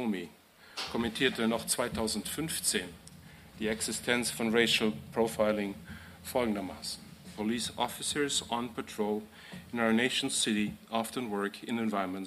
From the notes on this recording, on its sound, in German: Bei seinem Vortrag im Rahmen des Festival Contre Le Racisme. Im Kulturzentrum Pavillon, Hannover.